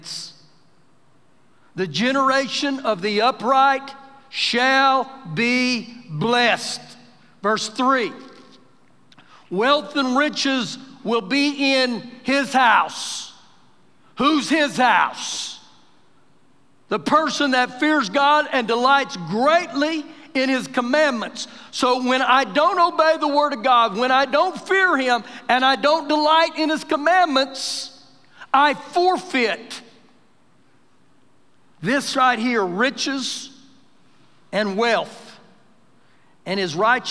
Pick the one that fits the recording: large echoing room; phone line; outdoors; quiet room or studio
large echoing room